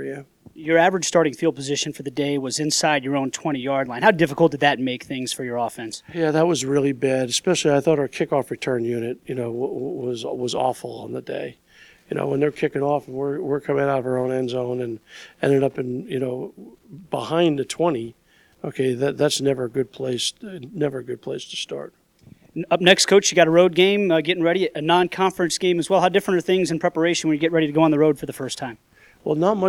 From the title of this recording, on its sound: Press Conferences & Post-Game Interviews